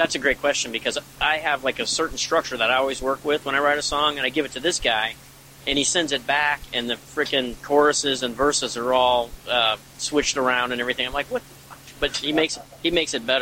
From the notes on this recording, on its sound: interview recorded June 1, 2019, at the Tiger Room in Louisville KY